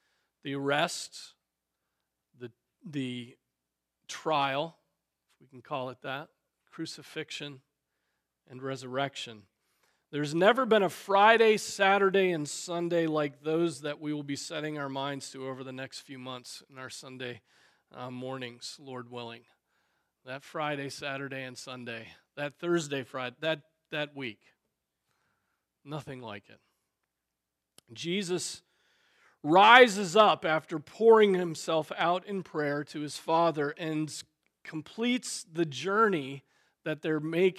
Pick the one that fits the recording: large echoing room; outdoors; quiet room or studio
large echoing room